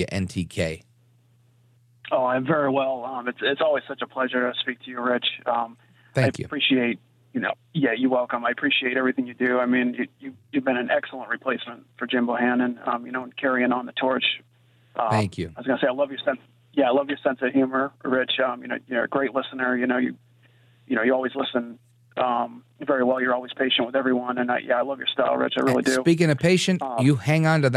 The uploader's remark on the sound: your calls in open phones across America